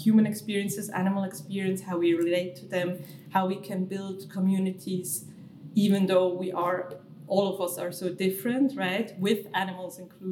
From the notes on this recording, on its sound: During a beautiful, noisy queer festival